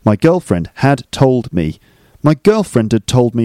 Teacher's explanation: So had becomes ud